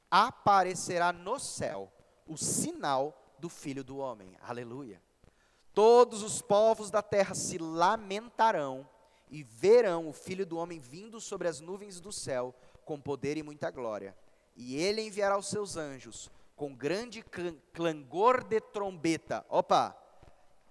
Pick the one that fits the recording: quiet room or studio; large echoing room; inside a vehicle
large echoing room